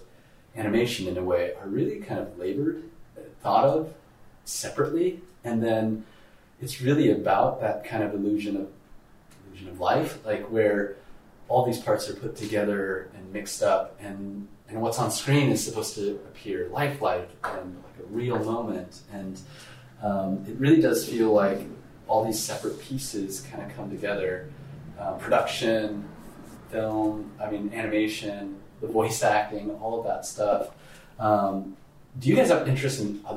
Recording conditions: poor microphone